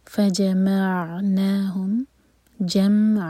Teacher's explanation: جہاں جہاں عین ساکن ہے تو میک شیور کہ وہاں پر جھٹکا نہ ہو، قلقلہ نہ ہو. فجمعناهم جمع، ع دو حرکہ لمبا، فتح کی تنوین پر رک رہے ہیں، تو یہ ہے مد عوض عن التنوین.